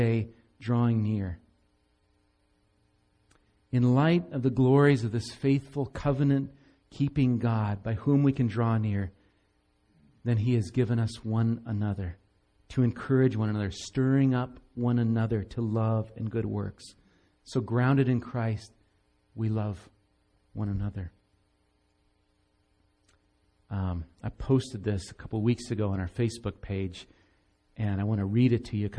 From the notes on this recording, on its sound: Recorded live at Bethany Bible Church on 11/5/17